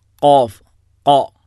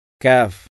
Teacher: ഖാ എന്ന് പറയുമ്പോൾ തന്നെ അത് നാവ് മുകളിലേക്ക് ഉയരുന്നുണ്ട്. എന്നാൽ അതിൻ്റെ തൊട്ട് താഴെയുള്ള കാഫ് എന്ന് പറയുമ്പോൾ നാവ് മുകളിലേക്ക് ഉയരുന്നില്ല, കാഫ് എന്നാണ് പറയുന്നത്.